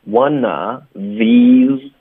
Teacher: one of 连读 one of, v 的音就省了，不要了。One of these.后面 boxes 没有变化、I must have packed it in one of